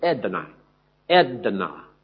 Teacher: the last vowel is actually an ah sound, but it's followed by a Y, which makes it sound like I